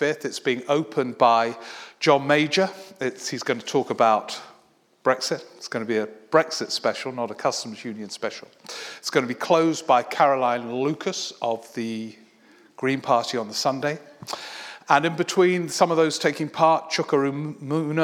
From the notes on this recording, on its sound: A recording of a recent one man show at Kings Place, London